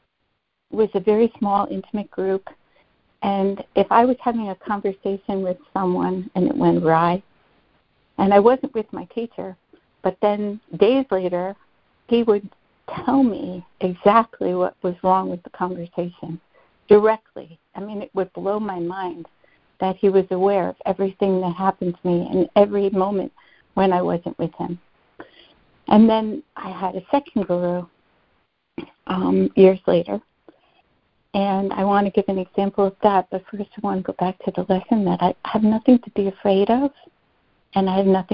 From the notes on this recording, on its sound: ACIM Daily Conference Call